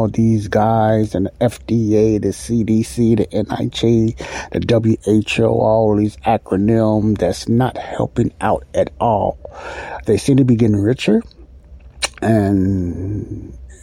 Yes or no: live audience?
no